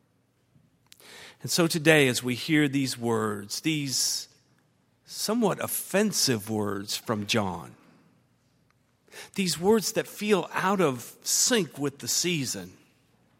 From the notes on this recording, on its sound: at Highland Baptist Church